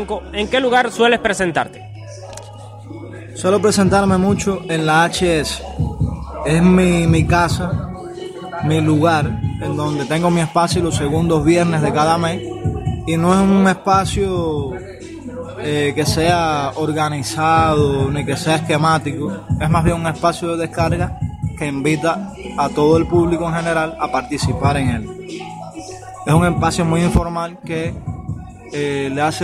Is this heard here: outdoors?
yes